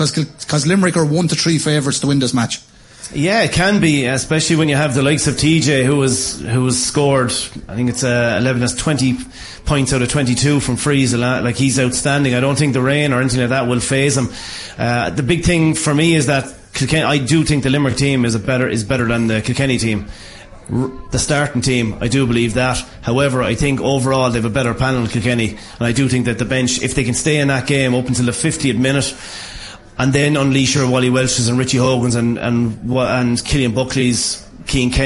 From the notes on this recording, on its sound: As broadcast live from Matt The Millers.